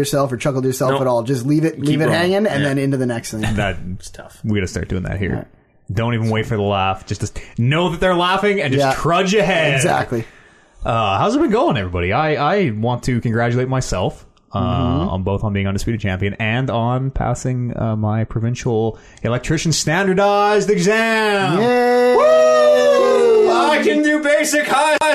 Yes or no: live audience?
no